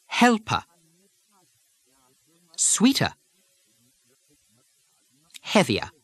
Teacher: But except in the English West Country, when the letter R follows a vowel sound, the R simply disappears · Term: English R drop